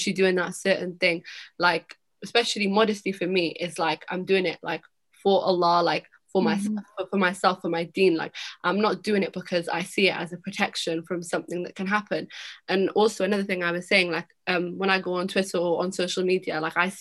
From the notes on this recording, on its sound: we recorded on Zoom so sorry if the audio isn't the best